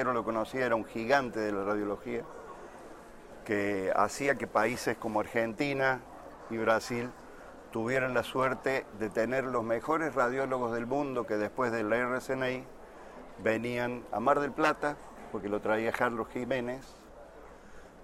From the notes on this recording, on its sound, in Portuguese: No episódio de estreia do Gera Highlights, gravado durante a 49ª Jornada Paulista de Radiologia, realizada em maio de 2019, em São Paulo.